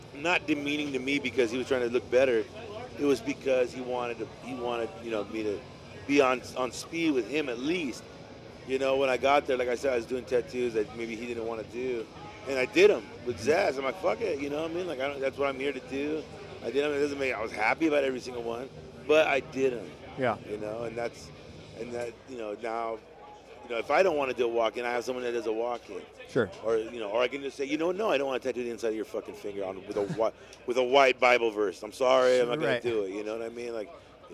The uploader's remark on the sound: Sits down with me in the Sullen Clothing booth at the 2014 Ink &amp; Iron tattoo festival. Sits down with me in the Sullen Clothing booth at the 2014 Ink & Iron tattoo festival.